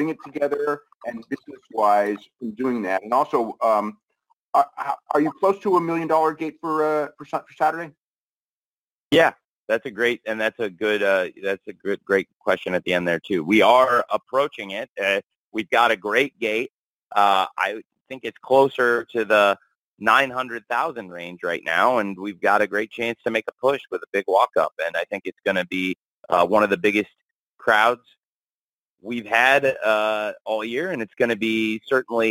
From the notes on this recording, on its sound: AEW Full Gear 2023 Media Call. Audio courtesy of AEW.